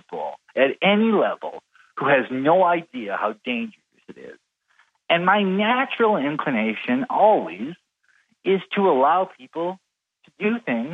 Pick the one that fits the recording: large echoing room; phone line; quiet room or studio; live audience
phone line